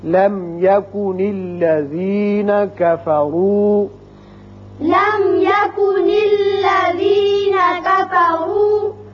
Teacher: یا ہے، یہاں میم کا اظہار ہوگا، لم یکن الذین کفروا، یہاں راپر ہوگا اس لیے کہ اوپر پیش ہے